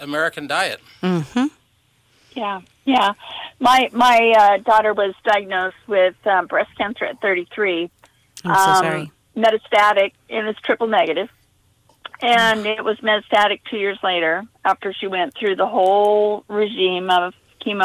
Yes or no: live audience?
no